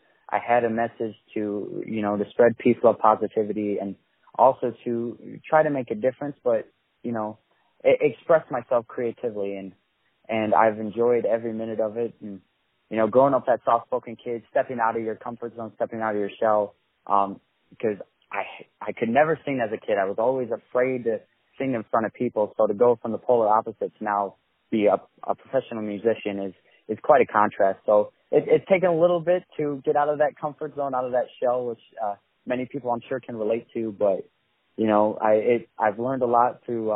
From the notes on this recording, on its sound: On the phone